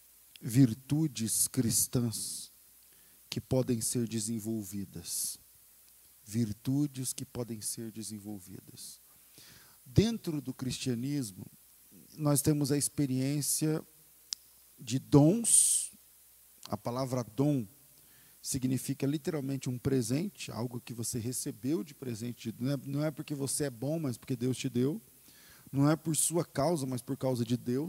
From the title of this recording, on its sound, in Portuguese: Culto ao vivo